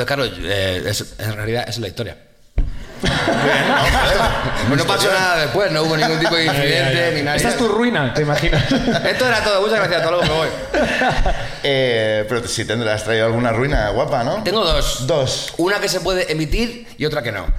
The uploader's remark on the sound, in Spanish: El público de Madrid también sube